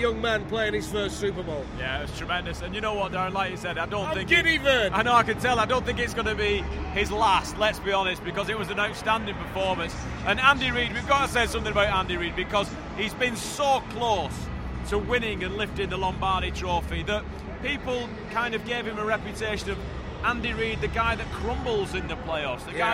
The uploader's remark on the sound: Recorded in 4 parts during the Super Bowl between the Kansas City Chiefs & San Francisco 49ers in Miami at the Hard Rock Stadium.